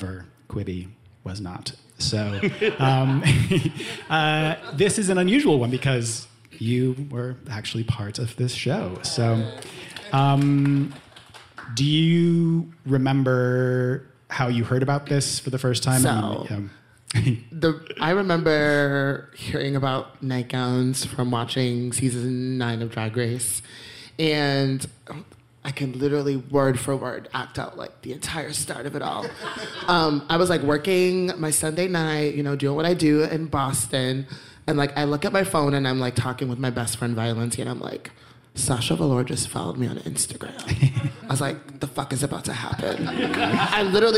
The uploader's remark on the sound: It's the very first Spark Parade live show!! Three fantastic guests join me live. In front of a live audience at Brooklyn's incredible C'mon Everybody.